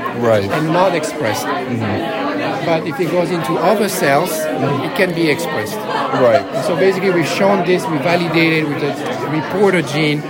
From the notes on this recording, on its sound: recorded during the IDS Paris 2023 Day 1 Poster session